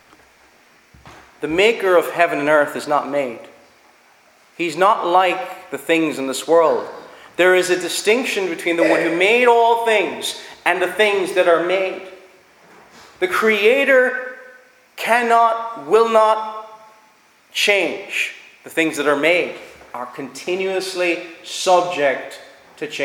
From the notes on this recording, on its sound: Preached at Ballyclare - Doagh Free Church -Continuing.